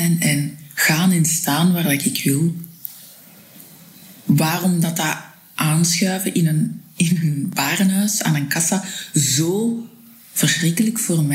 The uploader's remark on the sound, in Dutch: LIVE vanop het Podcastfestival